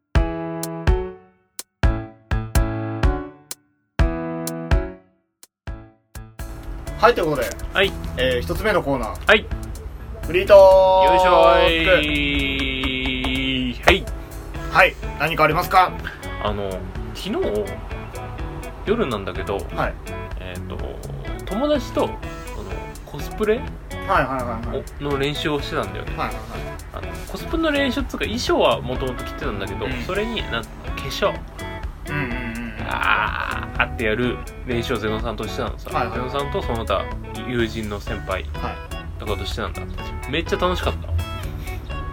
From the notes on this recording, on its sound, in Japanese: 録音機材：iPhone7